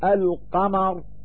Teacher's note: ففي قولك القمر تظهر اللام الساكنة ويسمى ظهورها بالإظهار القمري